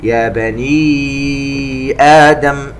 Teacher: مد منفصل يمد بمقدار 4 حركات